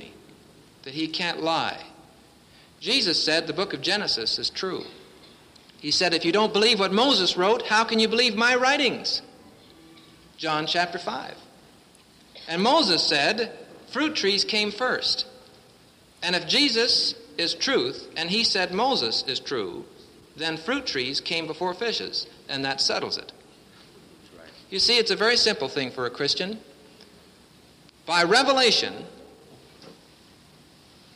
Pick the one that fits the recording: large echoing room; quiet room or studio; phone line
large echoing room